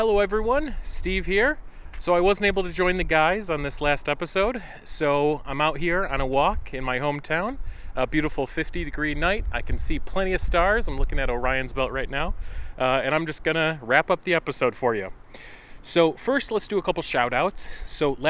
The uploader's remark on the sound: This episode was recorded on January 8th, 2024 at Everglades National Park in Homestead, FL.